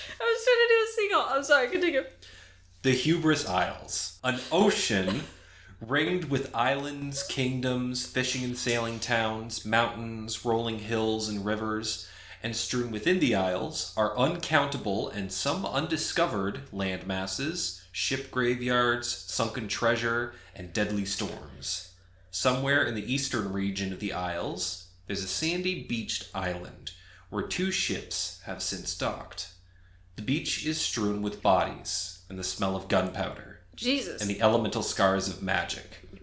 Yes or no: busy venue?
no